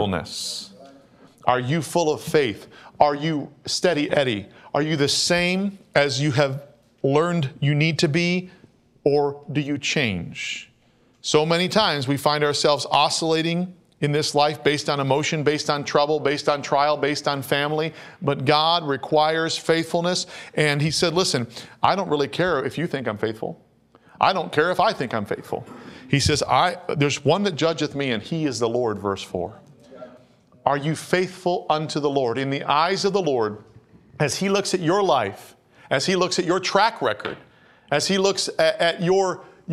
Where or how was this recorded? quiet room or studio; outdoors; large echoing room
large echoing room